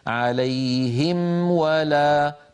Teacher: أنهي الميم وأعطيها حقها من الغنة الناقصة لأنها ساكنة مظهرة، ثم بعد ذلك أنتقل إلى الواو · لا أخفي الميم عند الواو، نهى الأئمة عن ذلك وبينوا بأنها حرف مظهر